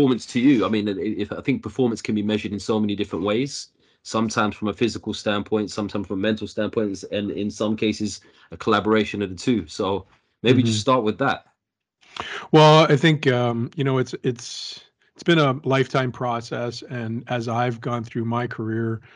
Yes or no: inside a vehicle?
no